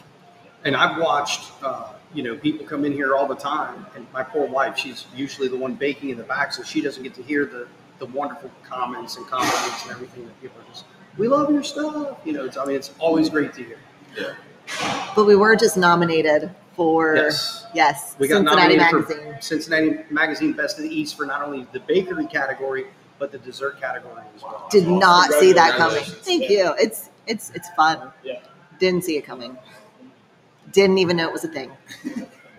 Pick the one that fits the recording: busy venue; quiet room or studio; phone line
busy venue